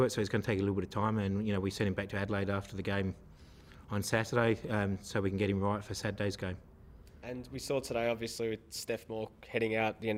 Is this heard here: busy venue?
yes